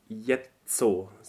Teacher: the final O is closed. It's short, but it's closed and unstressed.